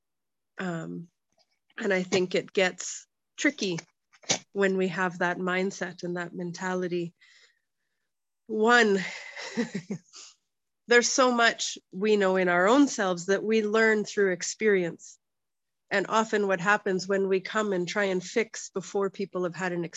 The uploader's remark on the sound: (evening her time), oh the wonders of zoom!